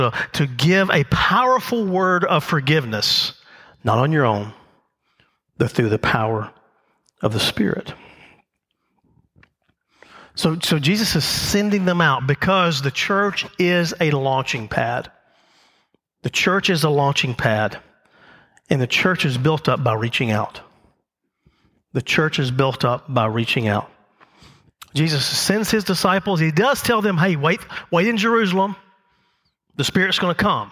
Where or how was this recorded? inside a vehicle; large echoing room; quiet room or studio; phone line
large echoing room